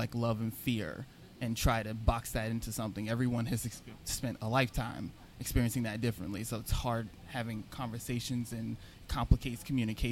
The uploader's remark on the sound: at the Kew Gardens Festival of Cinema Filmmakers Lounge at Ateaz